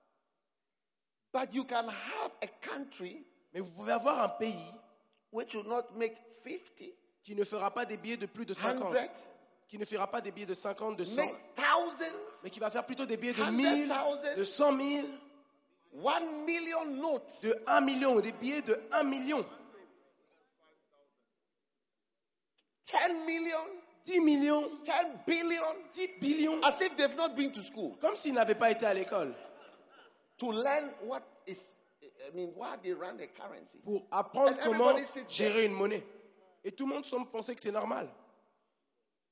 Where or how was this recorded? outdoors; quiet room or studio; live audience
live audience